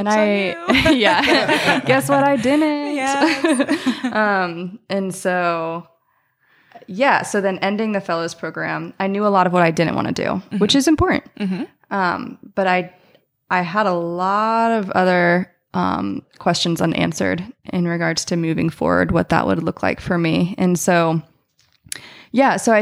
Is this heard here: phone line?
no